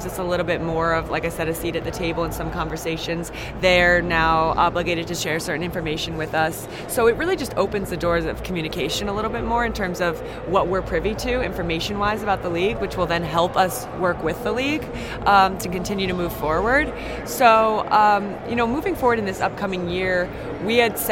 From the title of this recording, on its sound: Live from the 2019 USC Convention